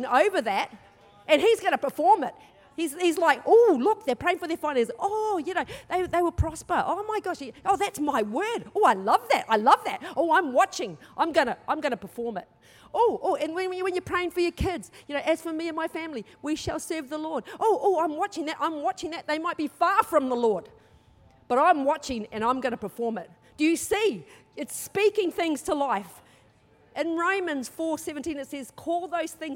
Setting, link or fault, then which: setting, large echoing room